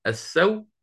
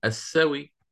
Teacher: يعني إما بسكون محض السو أو آتي بالروم السوي